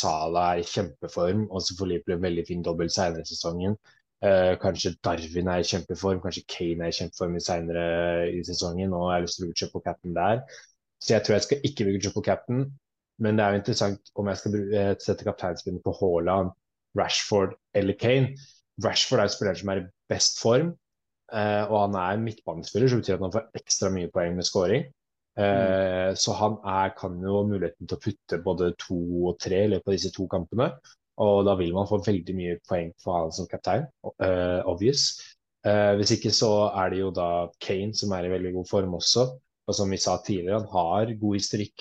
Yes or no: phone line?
no